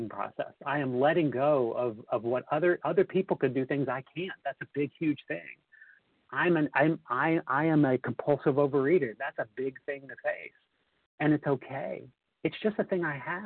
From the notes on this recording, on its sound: the 100 Pounders Phone Meeting, 4/27/23